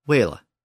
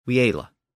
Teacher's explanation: the Anglian version is closer to modern English because it doesn't have that diphthong in it. · Shown in: first take